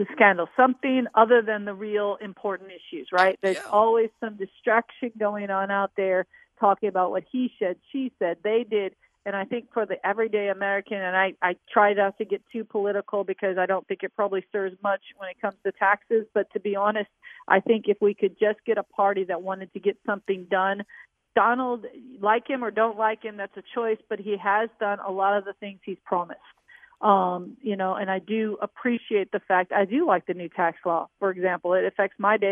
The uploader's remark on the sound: On the phone answering queries from listeners with tax questions. Live from America's Music City.